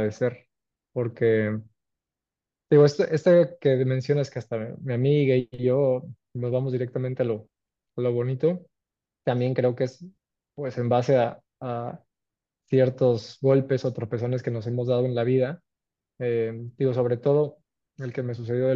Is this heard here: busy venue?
no